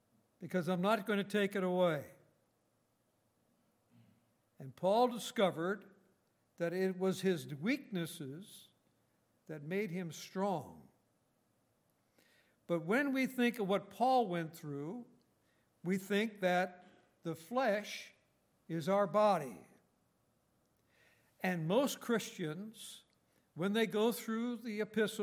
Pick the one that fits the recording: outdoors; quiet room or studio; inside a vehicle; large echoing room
large echoing room